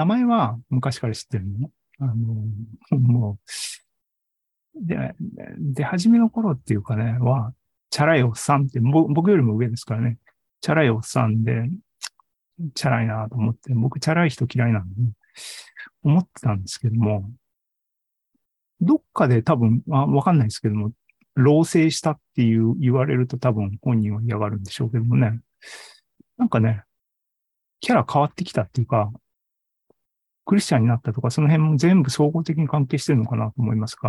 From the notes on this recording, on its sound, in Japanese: ２０２２年１１月３０日に開催した ZOOMライブの模様です。